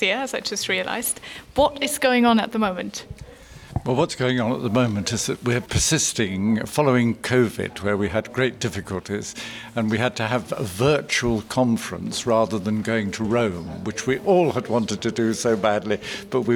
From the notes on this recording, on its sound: In this episode we’re on location at two different conferences: the Anglican-Lutheran Society in Norway and the bishops meeting in Canterbury. We then fall in step with Lutherans marching at this year’s celebration of Pride in London.